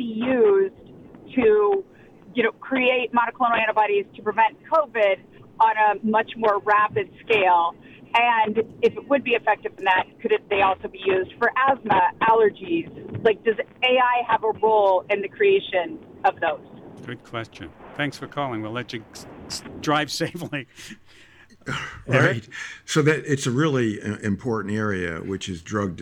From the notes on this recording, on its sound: Listeners call in.